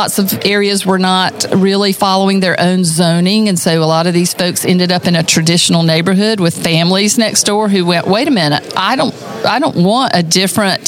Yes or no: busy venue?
yes